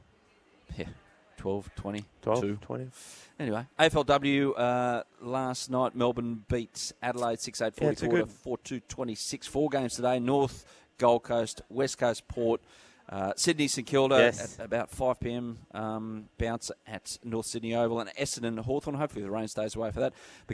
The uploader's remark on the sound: live from the Jayco tent at Hawkesbury Lifestyle & Leisure show